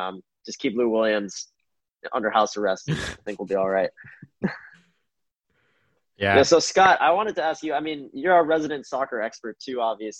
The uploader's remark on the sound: Hop on a Zoom call.